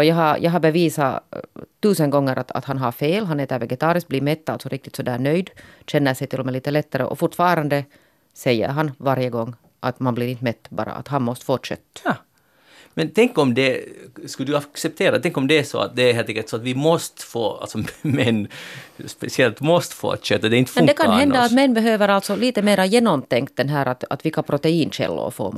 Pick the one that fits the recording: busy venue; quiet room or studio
quiet room or studio